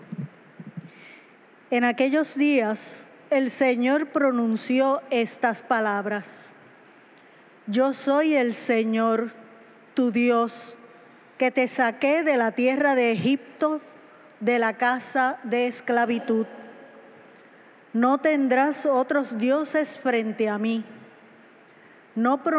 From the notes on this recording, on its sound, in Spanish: Grabada en la celebración eucarística dominical en nuestro Santuario el sábado 2 a las 6:00 P.M.